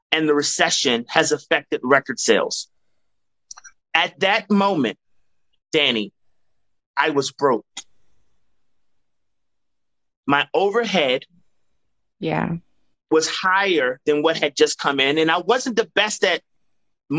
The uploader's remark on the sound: joined me on a Zoom